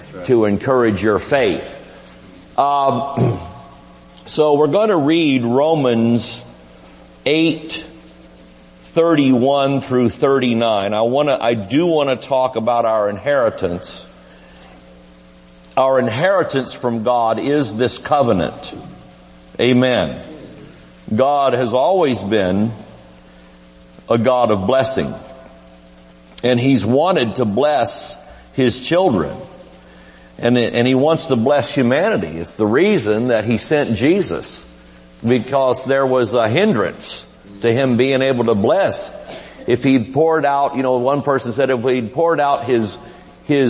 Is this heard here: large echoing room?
yes